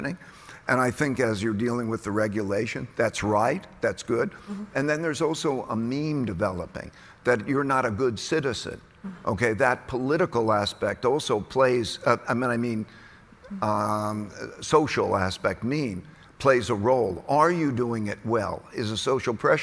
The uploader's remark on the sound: at the Bloomberg Green Festival at COP28